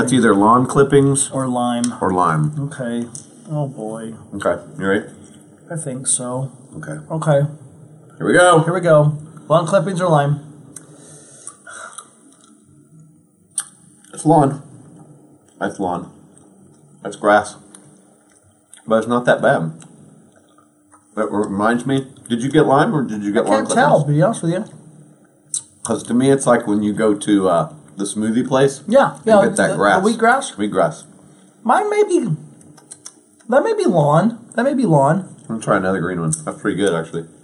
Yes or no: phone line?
no